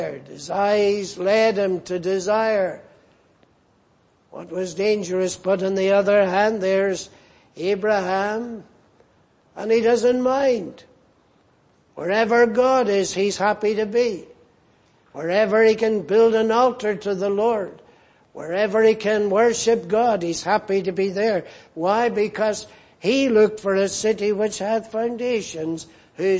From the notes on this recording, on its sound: Preached in Grafton. At the Lord’s Day Evening service on 25th February, 2024.